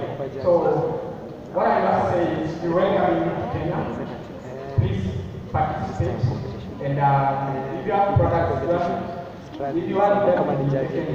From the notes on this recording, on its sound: Actuarial career day UDSM. Sorry for the audio quality and noise, it isn't that good.